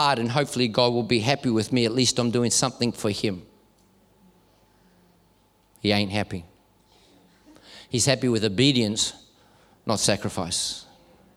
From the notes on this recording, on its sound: This message was recorded at Neuma Melbourne South in May, 2023.